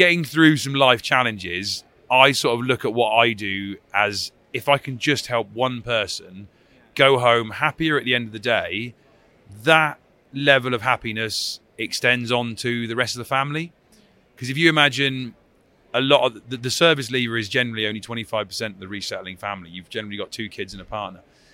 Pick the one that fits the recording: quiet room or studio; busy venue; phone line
busy venue